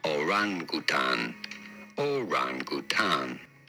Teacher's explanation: You do want to stress on the second syllable, the ran syllable.